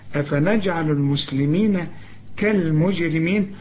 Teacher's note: كل الحروف دي مرققة بما فيهم الراء لأن الراء المكسورة مرققة